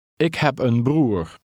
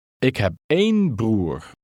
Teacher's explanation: the word een is accented and now means one · Shown in: second take